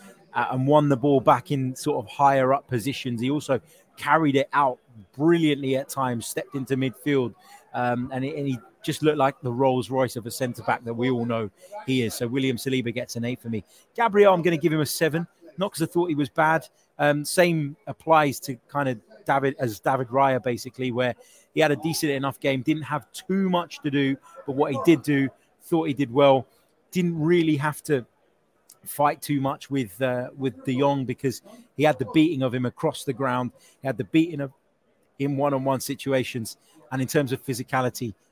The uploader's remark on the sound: Reaction live from Emirates Stadium.